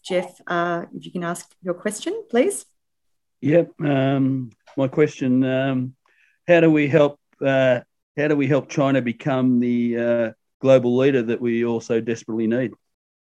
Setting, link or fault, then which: link, video call